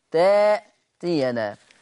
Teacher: وقرأ ورش بإبدال الهمز الساكن في تأتينا